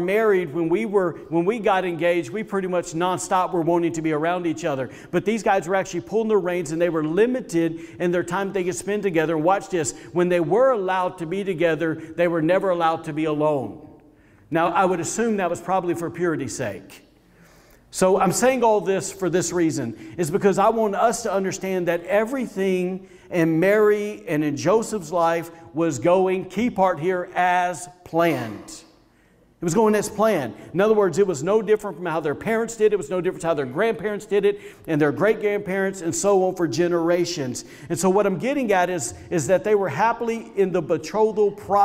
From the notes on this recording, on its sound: was recorded on Sunday, December 13, 2020, during service at The Anchor Church in Rockport, Maine.